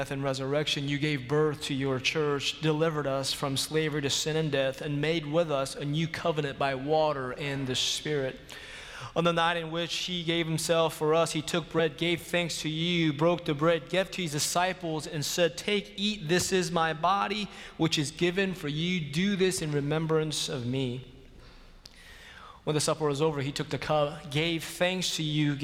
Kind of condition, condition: setting, large echoing room